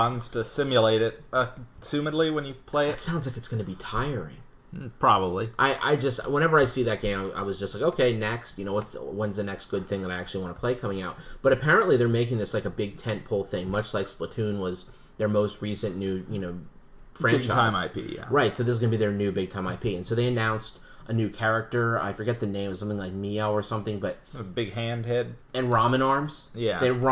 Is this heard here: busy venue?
no